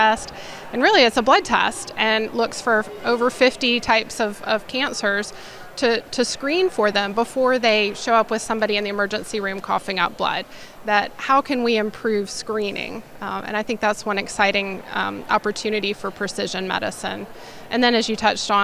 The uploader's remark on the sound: Coming to you from SCBIO’s 2023 annual conference